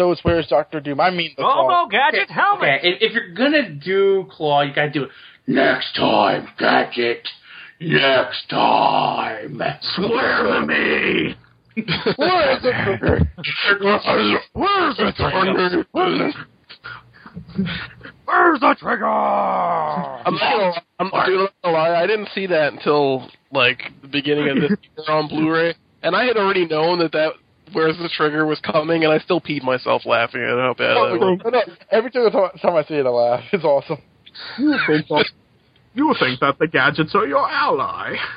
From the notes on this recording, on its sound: Live Callers